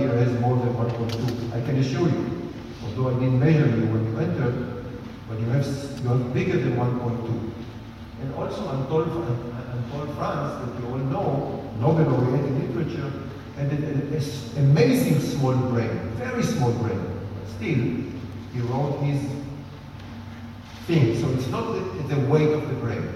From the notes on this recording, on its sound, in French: Conférence "Art & Cerveau" à Nice. Diffusion de quelques extraits de la conférence "Art & Cerveau" organisée par l'UHJ France.